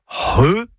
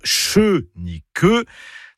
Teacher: C'est le C'H qui sert à écrire le son RE, et donc pas CHE ni QUE, c'est RE. C'est un gros H aspiré. · Shown in: first take